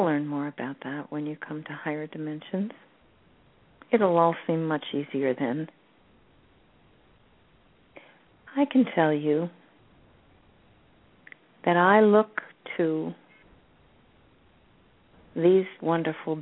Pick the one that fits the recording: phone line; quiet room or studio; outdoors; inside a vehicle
phone line